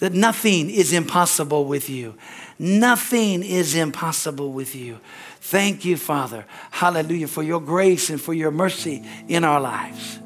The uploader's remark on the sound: Is from the Sunday service on December 3, 2023 at Harvest Bible Church in Stockton, CA.